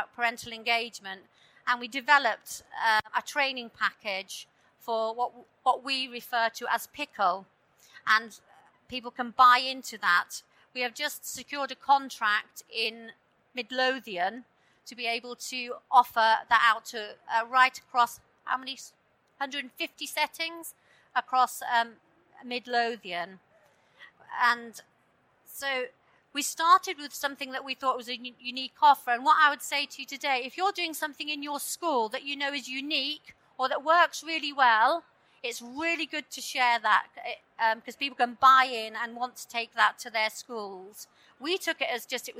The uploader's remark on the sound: This session was recorded live on 13th November 2019 in the Business & Finance Theatre of the Schools & Academies Show at the NEC in Birmingham.